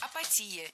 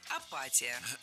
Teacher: в этом слове ударять надо не «и» в предпоследнем слоге, а чуть раньше · Shown in: second take